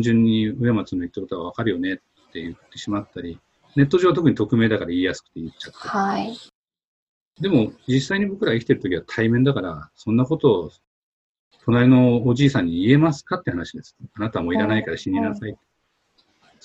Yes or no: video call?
yes